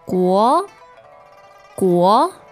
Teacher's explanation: a rising tone, the second tone